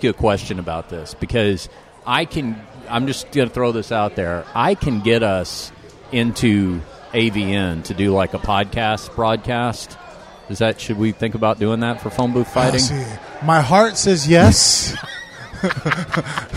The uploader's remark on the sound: on location at EBI 8 in Los Angeles